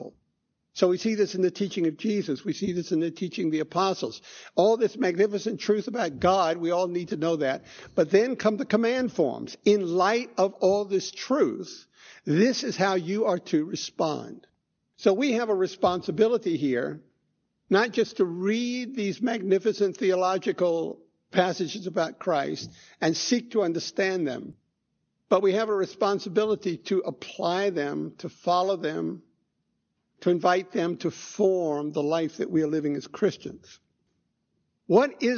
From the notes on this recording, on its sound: Recorded 1/1/2016 at Christ Church Anglican